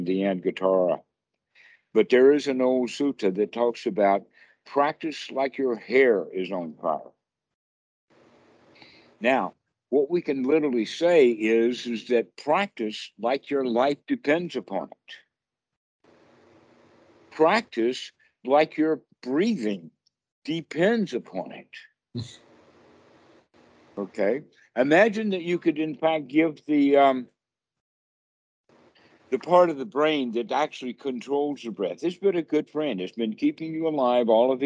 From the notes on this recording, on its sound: skype calls